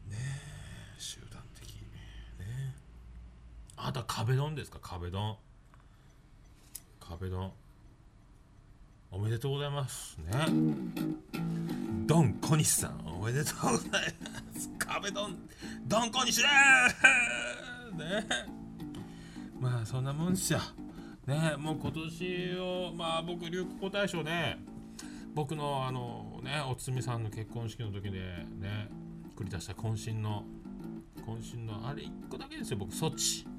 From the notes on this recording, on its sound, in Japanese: 遂にマイクです。初マイク収録でビビり過ぎにつきちょっとマイクとの距離を離し過ぎて音が小さいいです。他の放送分とボリュームの差がある。